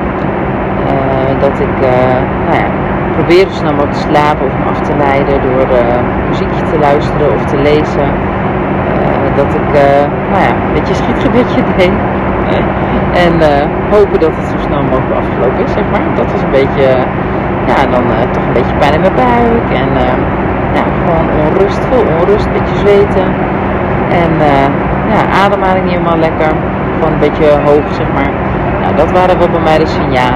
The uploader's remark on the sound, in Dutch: Deze podcast heb ik opgenomen 12 km boven de grond.